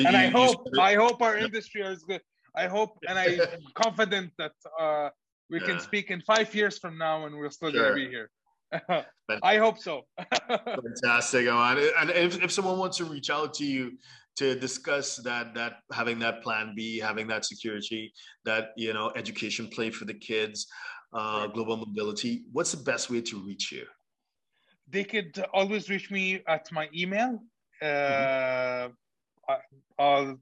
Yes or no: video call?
yes